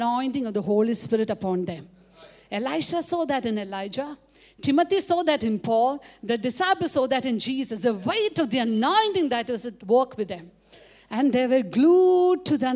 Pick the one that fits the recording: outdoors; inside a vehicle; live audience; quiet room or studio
live audience